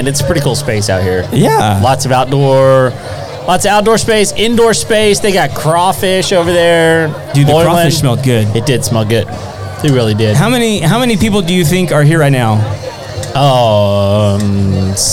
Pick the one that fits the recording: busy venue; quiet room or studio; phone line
busy venue